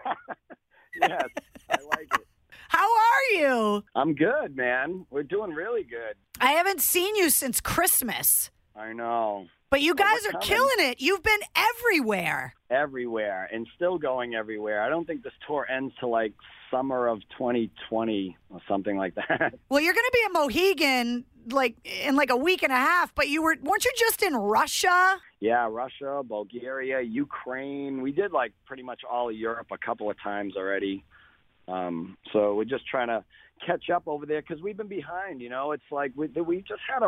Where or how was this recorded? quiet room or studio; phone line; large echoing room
phone line